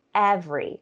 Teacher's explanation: the first syllable in every has more stress than the second syllable · Term: syllable stress